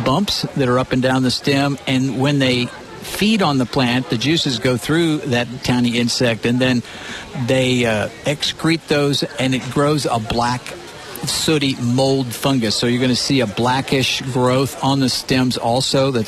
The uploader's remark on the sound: KRMG Gardening Show live from the HBA Greater Tulsa Home and Garden Show.